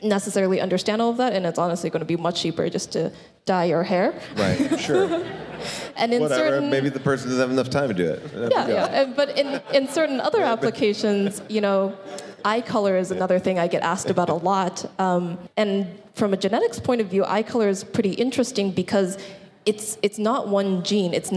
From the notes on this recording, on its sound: a special live episode